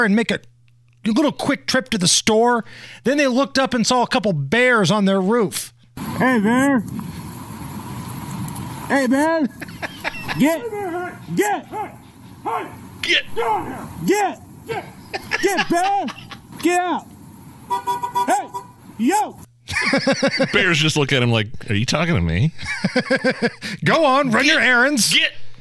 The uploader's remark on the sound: A hiker recorded this terrifying encounter with a brown bear and two cubs on a narrow hiking trail near Sierra Madre, California.